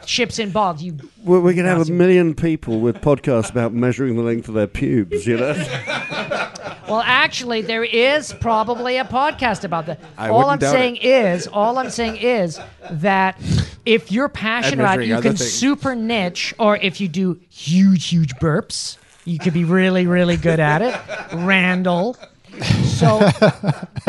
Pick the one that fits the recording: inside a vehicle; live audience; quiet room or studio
live audience